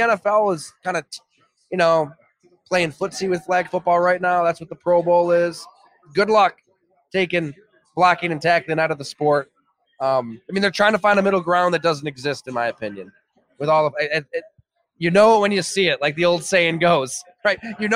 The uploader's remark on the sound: Imperial LIVE Series. A conversation that was streamed live at Imperial Pizza in South Buffalo. Imperial Pizza (1035 Abbott).